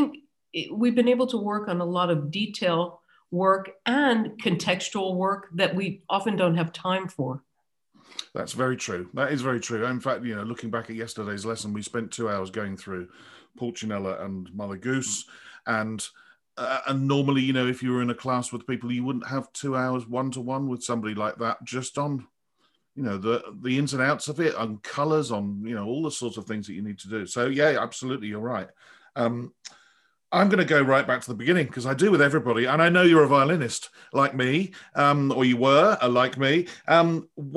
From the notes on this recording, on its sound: This interview was recorded on 21st January 2021 via Zoom.